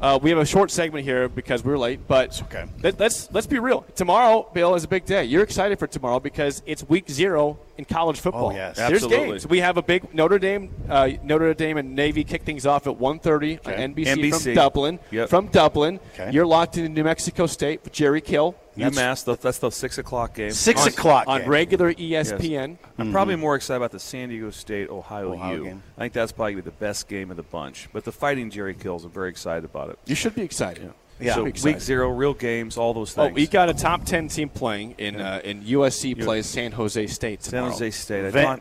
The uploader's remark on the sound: LIVE REMOTE! We’re out at the Nebraska Army National Guard today